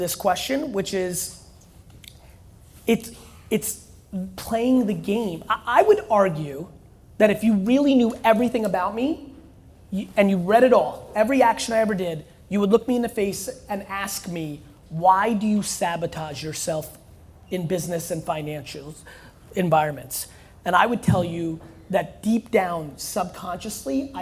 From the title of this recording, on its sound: KSwiss SP25 Launch Fireside Chat